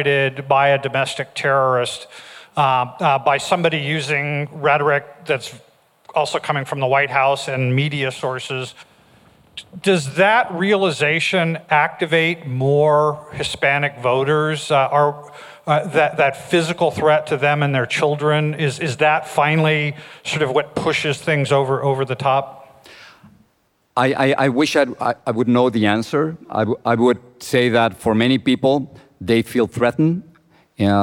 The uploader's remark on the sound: This interview was recorded in front of a live audience at the Knight Media Forum in Miami, Florida.